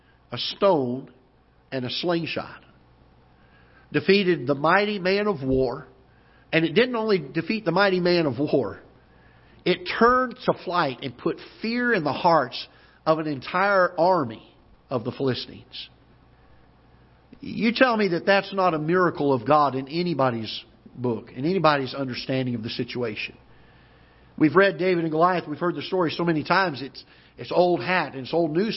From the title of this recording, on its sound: Ketha Heights Baptist Church ~ Live Broadcast